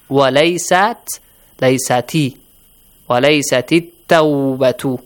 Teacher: So Hamzatul Wasl will be skipped. Lam will be skipped because the ta is a sun letter right after the letter la.